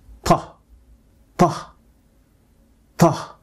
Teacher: the tip of the tongue is pressing against the area just behind the upper front teeth, or as we call it, the alveolar ridge. And yes, the tongue has to be pressing. · Term: ta sound